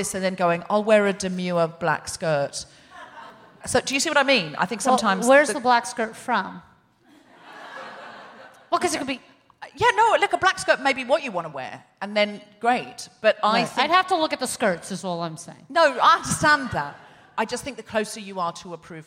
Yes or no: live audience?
yes